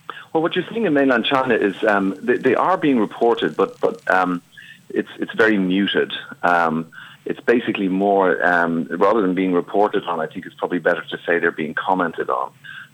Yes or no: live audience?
no